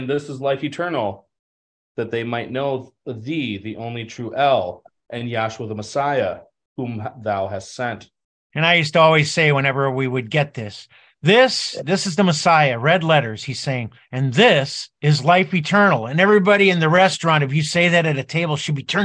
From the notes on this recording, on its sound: Madison Zoom Class.